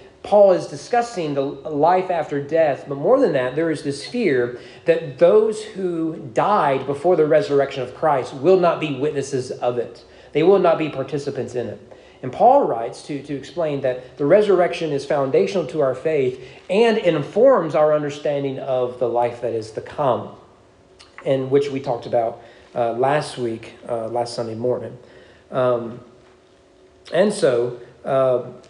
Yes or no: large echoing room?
yes